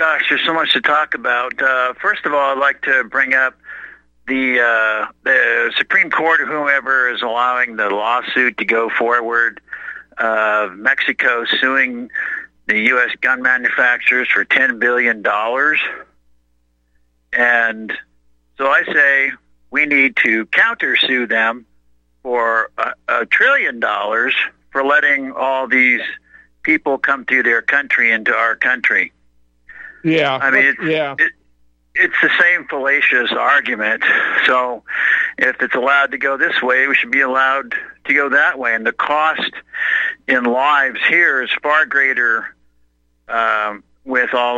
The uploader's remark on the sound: Opens phone lines for callers.